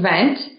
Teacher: And so you really want to make sure that for the V, your lips are slightly open and you're gently biting your bottom lip. versus the B, where you're squeezing your lips together and then exploding them open.